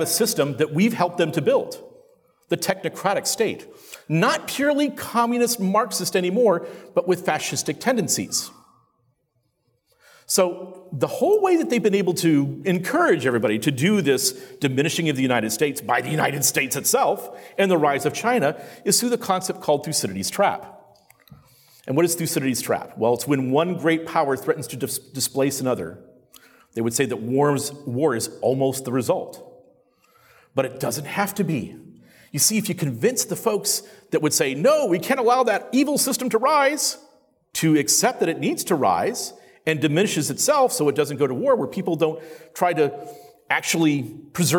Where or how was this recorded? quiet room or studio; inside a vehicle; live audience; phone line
live audience